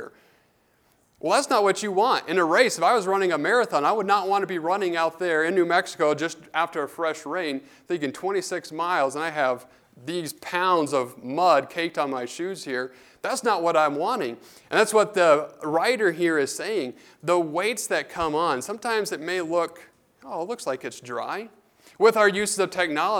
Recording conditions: large echoing room